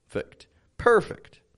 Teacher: Perfect. Notice how my voice raises a little bit when I say that first per. Per. And then it kind of just goes flat and down.